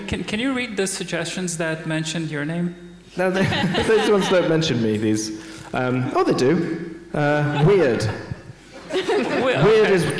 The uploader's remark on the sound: Live on stage at GopherCon Europe 2022.